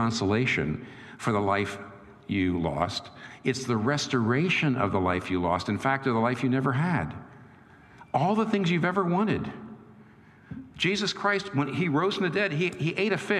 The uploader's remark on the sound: This talk was recorded before a live audience. In New York City.